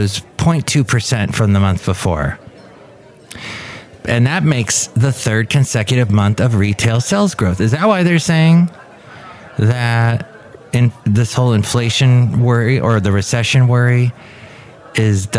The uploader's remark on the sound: podcasts live from Café Anyway